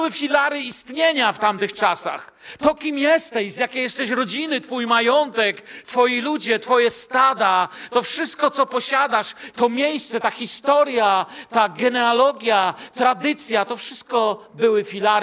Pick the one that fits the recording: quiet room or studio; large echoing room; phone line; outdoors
large echoing room